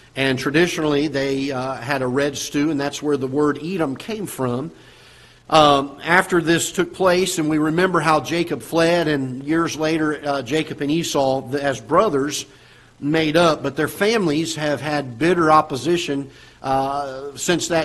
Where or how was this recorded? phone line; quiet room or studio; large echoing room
large echoing room